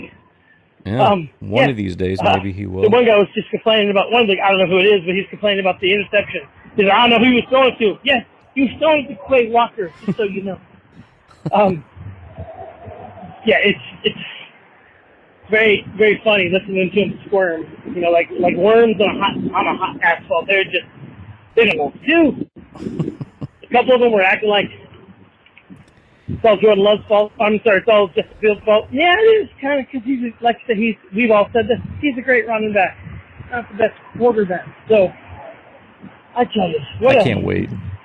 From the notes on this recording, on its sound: The calls are rolling in after the Packers' dominating week 1 win over the Bears! Fans call.